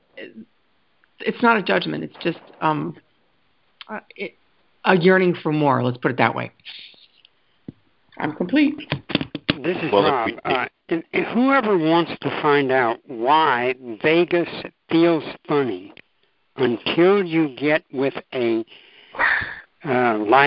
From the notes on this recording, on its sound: ACIM Daily TEXT Conference Call.